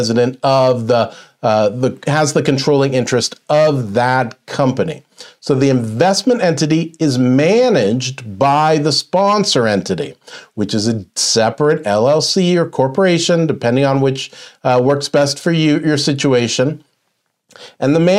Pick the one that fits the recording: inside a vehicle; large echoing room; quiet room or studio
quiet room or studio